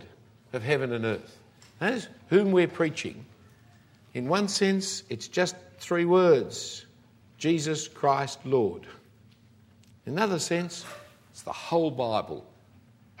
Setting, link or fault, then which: setting, live audience